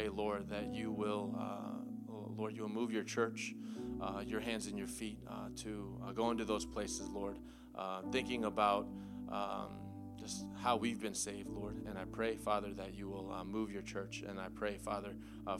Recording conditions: large echoing room